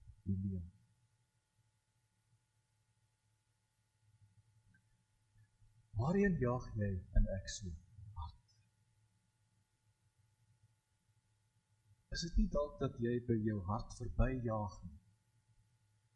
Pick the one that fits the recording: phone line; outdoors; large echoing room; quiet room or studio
large echoing room